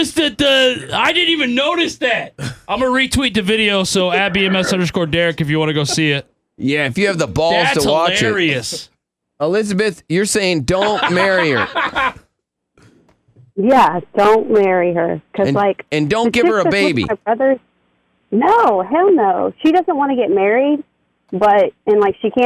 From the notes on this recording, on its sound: New caller call into the show, and he's on fire.